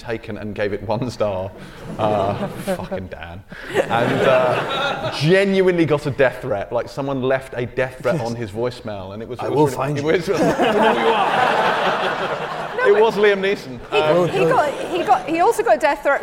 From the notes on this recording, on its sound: Live Special at the Glasgow Film Festival. The team journeyed North to bonnie Scotland to record live at the Glasgow Film Festival.